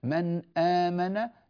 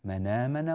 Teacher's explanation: لا، هذا مش اسمه إبدال، هذا نقل لحركة الهمزة إلى الساكن الذي قبلها · Shown in: second take · Term: النقل